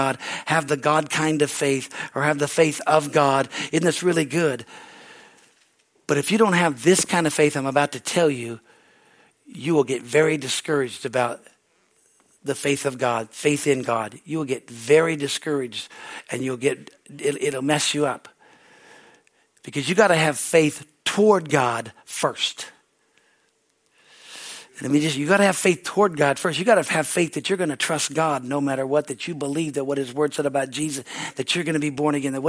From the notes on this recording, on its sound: from the Wednesday service on March 29, 2023 at Harvest Bible Church in Stockton, CA